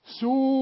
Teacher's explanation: سوء ده لازم تمد اتنين واو عند الوصل وعند الوقف